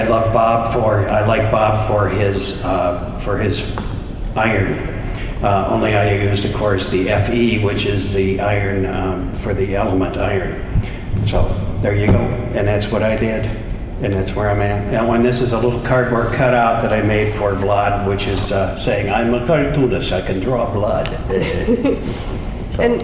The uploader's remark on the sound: the audio we recorded during the CARTOONISTS DRAW BLOOD panel from Sunday, September 30 at Baltimore Comic-Con 2018